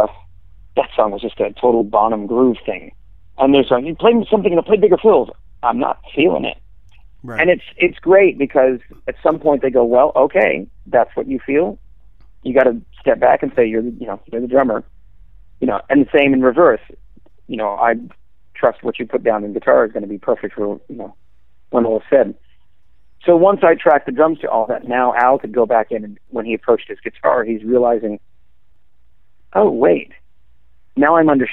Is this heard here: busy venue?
no